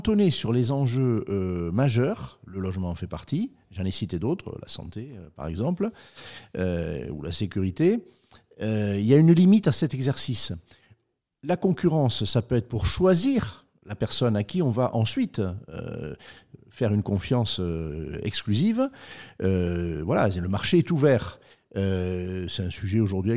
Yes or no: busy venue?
no